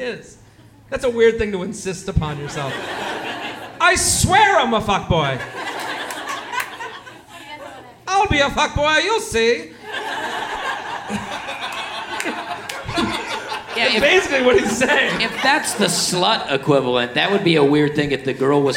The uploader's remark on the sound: LIVE From Zanies in Nashville